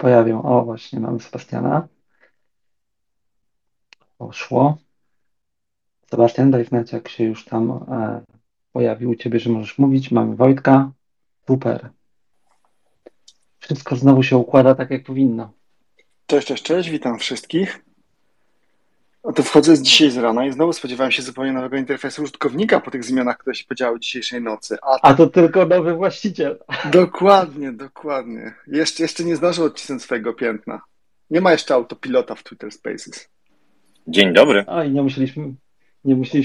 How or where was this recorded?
video call